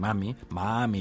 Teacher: fan un allargament i obertura de les vocals